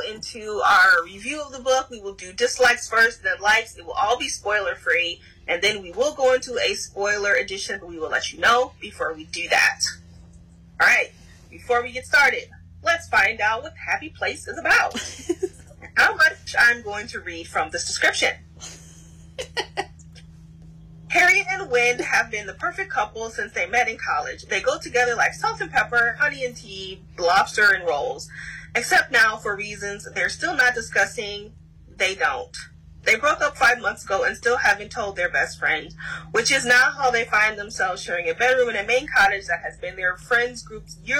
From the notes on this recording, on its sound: Apologies for the sound; I was having issues.